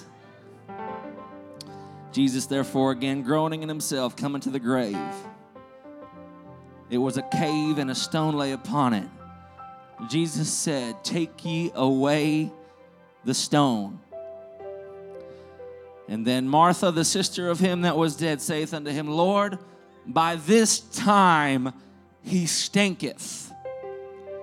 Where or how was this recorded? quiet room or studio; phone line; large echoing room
large echoing room